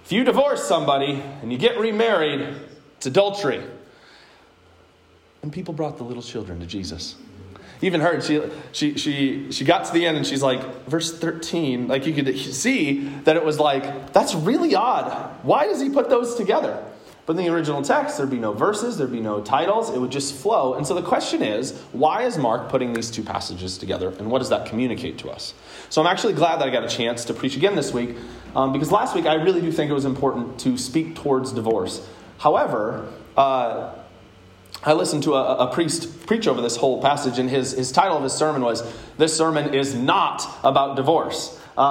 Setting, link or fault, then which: setting, large echoing room